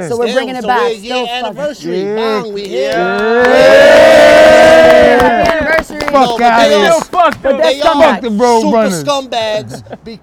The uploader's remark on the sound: Thanksgiving day live from Coney Island!